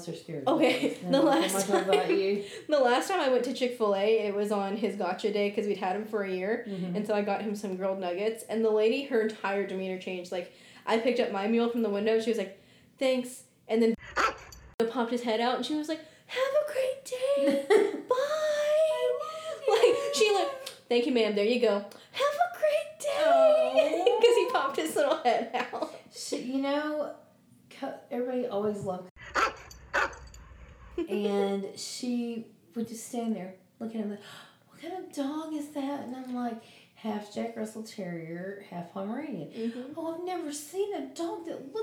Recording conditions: echo